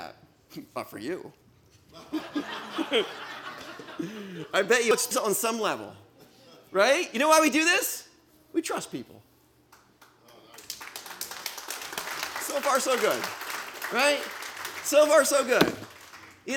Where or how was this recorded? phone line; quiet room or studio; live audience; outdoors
live audience